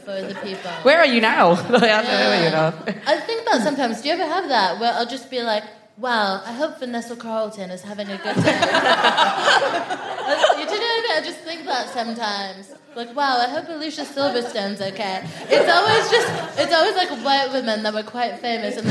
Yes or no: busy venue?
yes